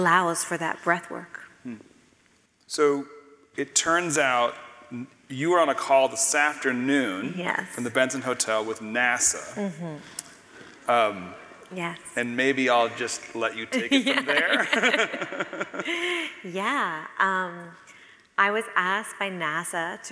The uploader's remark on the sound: from the closing night of the 2022-23 Portland Arts & Lectures series